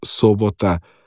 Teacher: dejansko je ta sobota z oskim ojem izgovorjena · Term: oski O